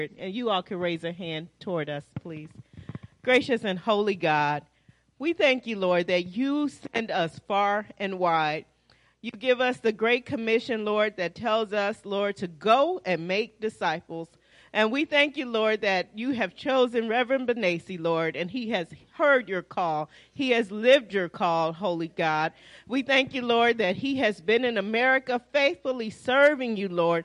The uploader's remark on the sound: Praise and Worship Service.